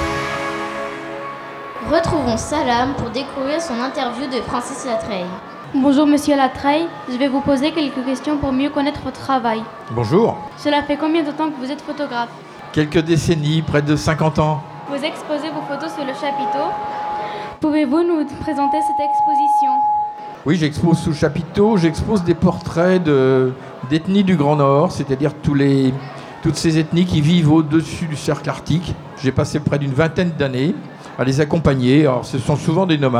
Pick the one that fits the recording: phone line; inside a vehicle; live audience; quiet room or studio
live audience